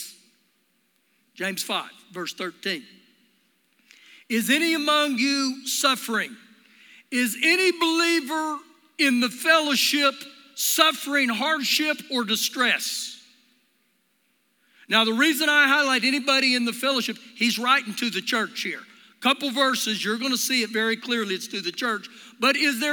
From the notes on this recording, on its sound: Recorded live during our Sunday morning service